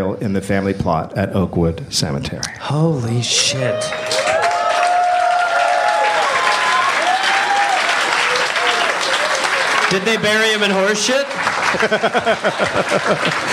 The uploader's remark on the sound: Live in Durham, NC